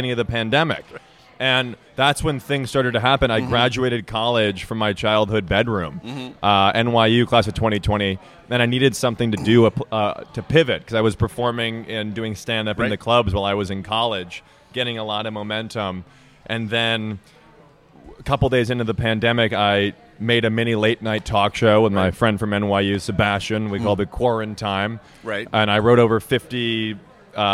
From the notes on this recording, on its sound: At Unconventional Diner in Washington, DC.